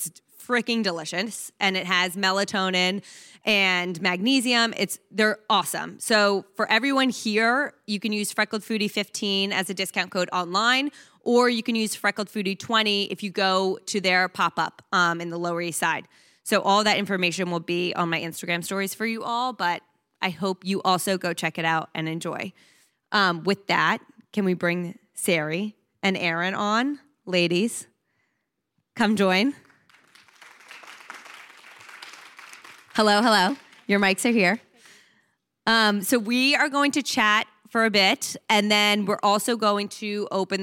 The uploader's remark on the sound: This episode was recorded in front of an audience at the Samsung’s 837 building in the Meatpacking District.